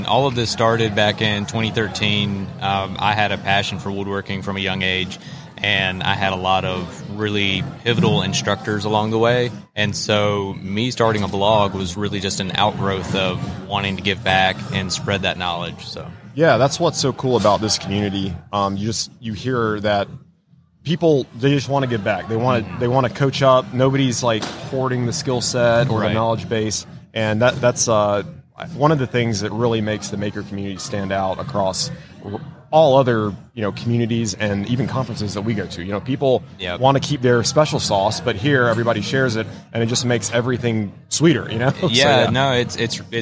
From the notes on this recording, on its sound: LIVE from WORKBENCHcon 2022